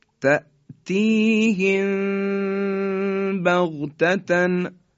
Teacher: میم ساکن به حرف با رسیده، در اینجا میم ساکن اخفا میشه · Term: اخفاء میم ساکنه